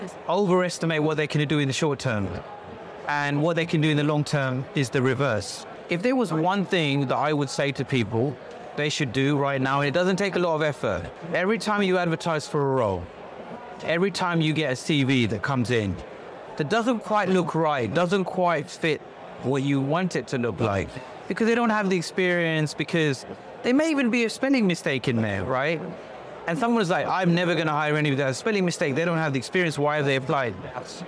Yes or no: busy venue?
yes